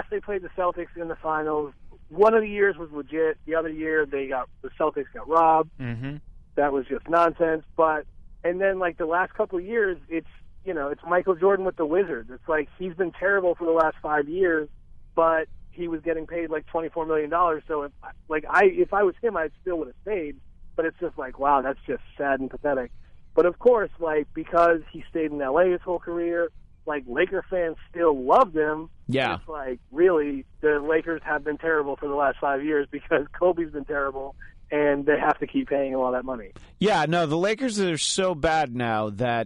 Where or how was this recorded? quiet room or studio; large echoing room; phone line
phone line